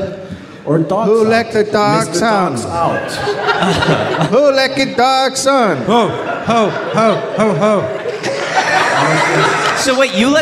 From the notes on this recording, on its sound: Live from Reykjavik.